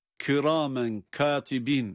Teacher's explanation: Yine yöresel, yurdumuzun bazı yörelerinde, özellikle örnek vermem gerekirse, Ege ve Akdeniz'in, yani Ege'nin bazı yerlerinde ve Akdeniz bölgesinin bazı yörelerinde mahalli ağızdan kaynaklandığını düşündüğüm, kaf harflerini ka şekliyle telaffuz ederek kiramen katibin şeklinde kafı yerinden çıkarmadan okuyuşlara şahit olmaktayız